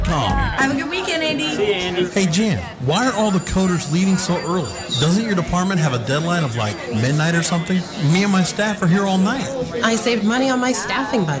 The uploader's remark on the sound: Live from SES New York 09